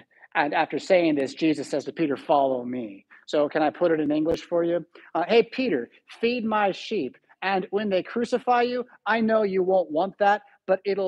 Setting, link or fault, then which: setting, large echoing room